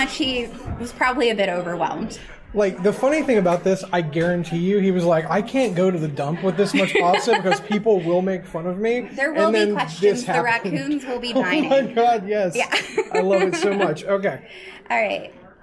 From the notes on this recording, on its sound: For the story portion, we recorded live from the main hall of Paranormish Con in Oak Hill, WV.